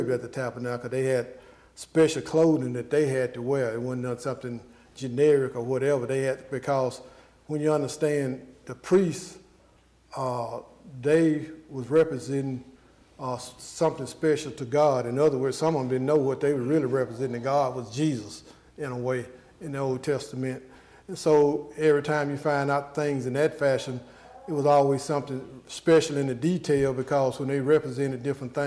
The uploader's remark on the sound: Addresses questions from the audience.